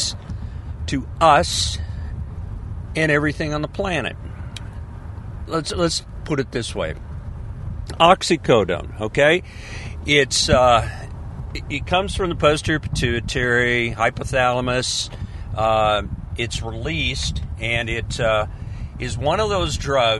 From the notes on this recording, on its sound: This is a podcast from the car. Of course, ending at Publix.